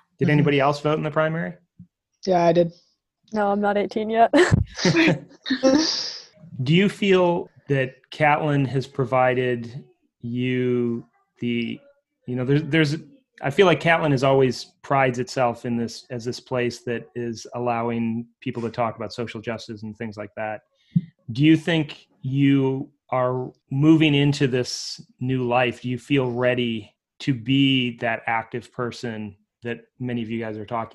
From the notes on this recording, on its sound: the zoom conversation that I had this week